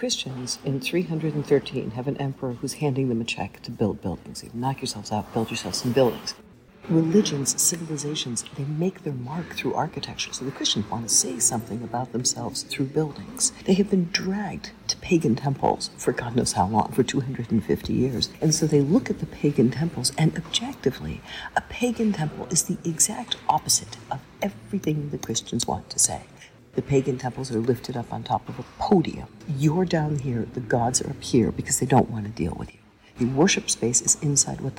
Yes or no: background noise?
yes